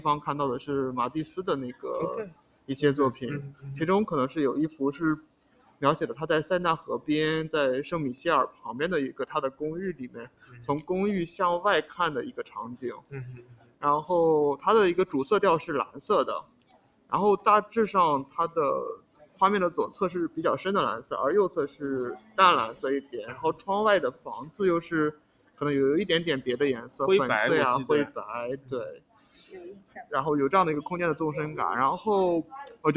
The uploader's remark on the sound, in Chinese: 我们从巴黎蓬皮杜中心的现场，和大家轻松畅谈所见所想